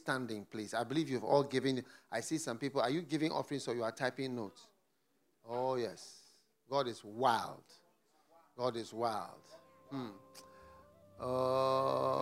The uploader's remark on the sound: Preached at the FLOW Church Service